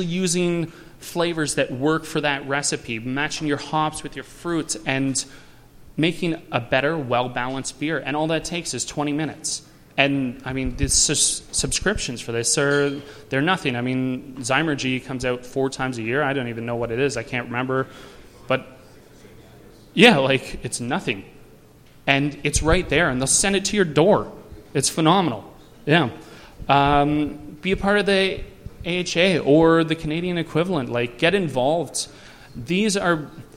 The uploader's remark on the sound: Recorded live at the Great Canadian Homebrew Conference put on by the Canadian Amateur Brewers Association.